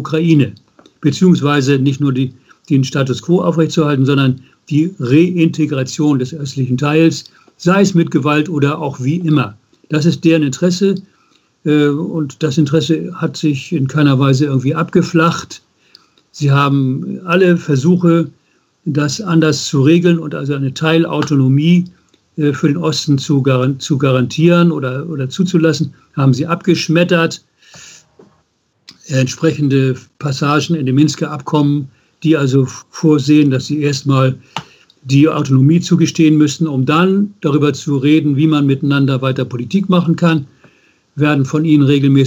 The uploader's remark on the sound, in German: Ungeschnittenes Interview als Audio-Podcast. Per Skype.